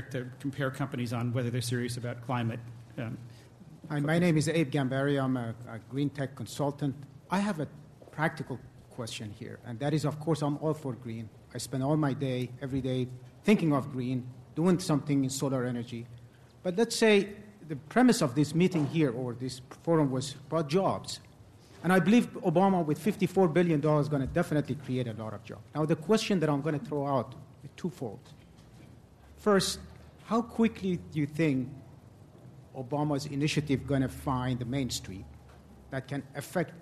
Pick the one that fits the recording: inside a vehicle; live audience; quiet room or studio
live audience